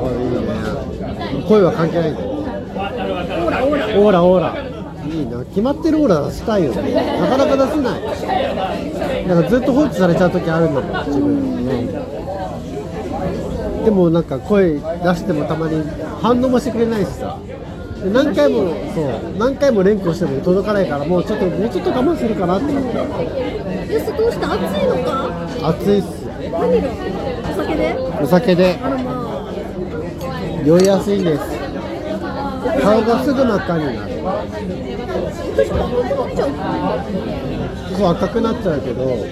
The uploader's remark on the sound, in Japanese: ノイズ注意